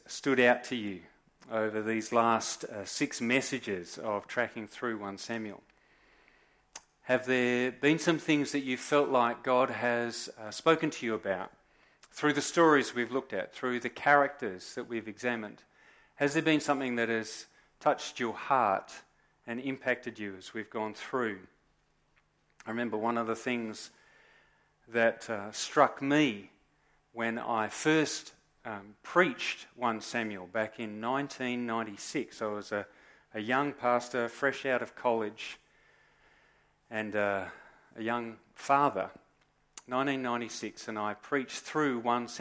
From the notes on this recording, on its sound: Recorded live at Morley Baptist Church